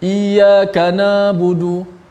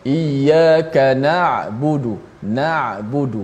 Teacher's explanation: kena pada makhrajnya di tengah halkum dan sifatnya jangan tertahan sangat ain tu sehingga suara ain tak keluar · Shown in: second take · atau jangan dilepaskan sangat eh, jadi macam eh, eh, seperti ada juga yang baca dilepaskan huruf ain iyyaka nabudu ah ha, jadi macam ain jadi macam alif mati pula Oh.